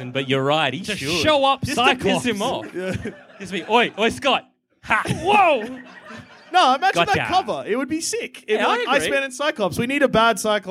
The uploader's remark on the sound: Our very first interstate live show, recorded somewhere in Sydney.